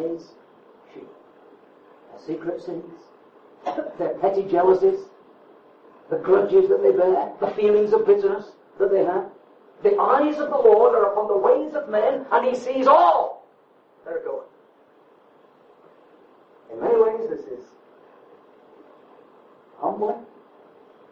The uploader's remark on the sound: The exact date of this message is unknown and audio quality poor.